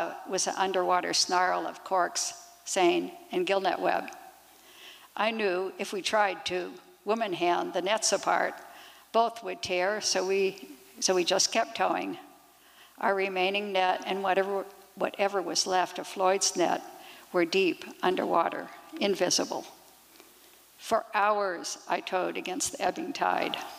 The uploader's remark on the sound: 2023 FPG-Liberty Theatre-Saturday Night-Second Set. These performances were recorded at the Liberty Theatre on Saturday, February 25th, 2023.